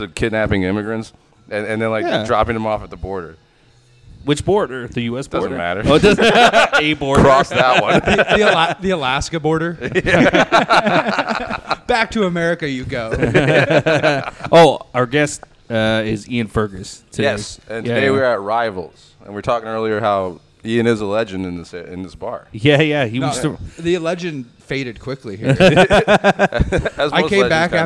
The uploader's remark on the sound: recorded at Rivals Sports bar